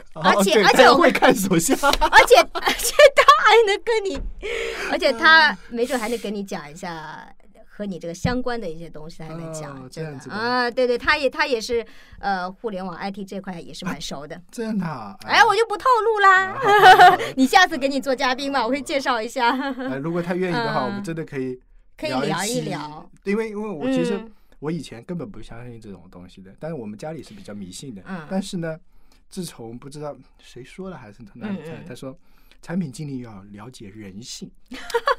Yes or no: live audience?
no